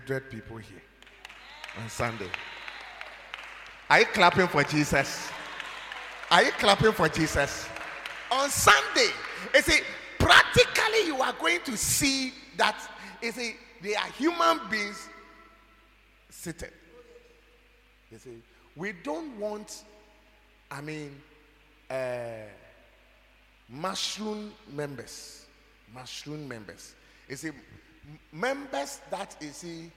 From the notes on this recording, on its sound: preached at God's Haven Ministries, The Purpose Assembly on Friday 28th April, 2023.